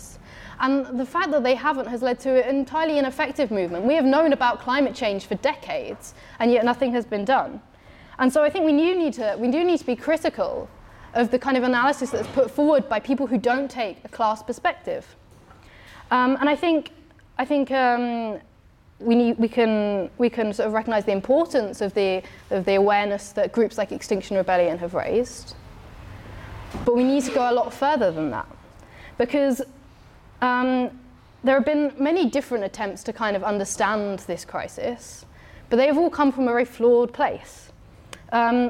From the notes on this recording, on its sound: talk from Revolution Festival 2019